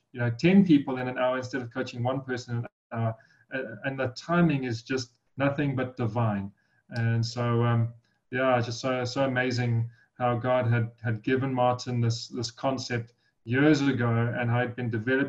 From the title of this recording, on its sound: Breakthru Business Forum ZOOM meeting